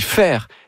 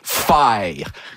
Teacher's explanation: Ils font carrément des triphtongues. · Shown in: second take